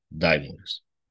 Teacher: Accentul aici pe i